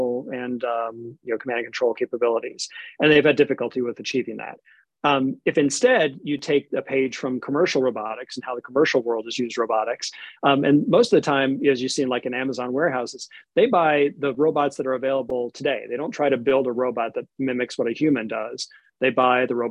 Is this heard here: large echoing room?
no